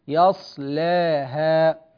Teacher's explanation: له ترقيق اللام مع التقليل يصلاها، وذلك لأن التغليظ في اللام والتقليل في الألف ضدان لا يجتمعان.